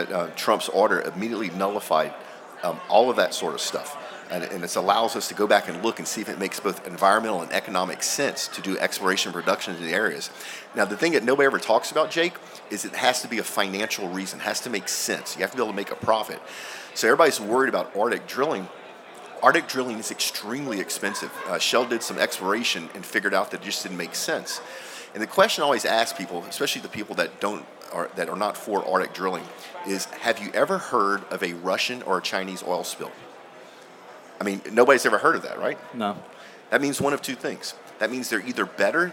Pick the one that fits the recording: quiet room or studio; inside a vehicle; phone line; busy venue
busy venue